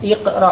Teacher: iqra di awal kalimat hamzah wasalnya diucapkan iqra dengan kasrah